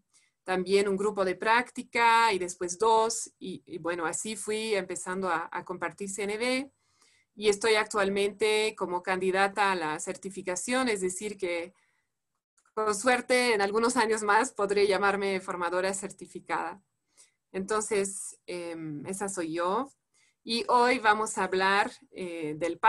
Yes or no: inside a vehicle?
no